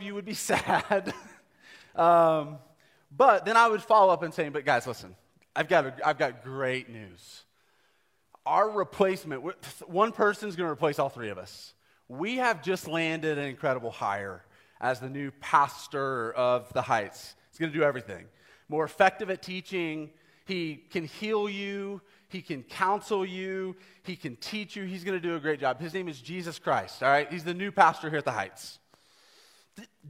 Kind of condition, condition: setting, live audience